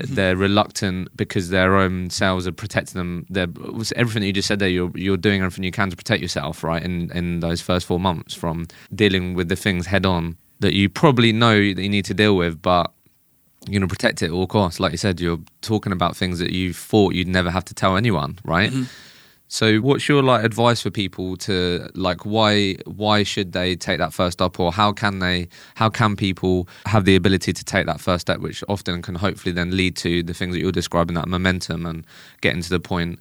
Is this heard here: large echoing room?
no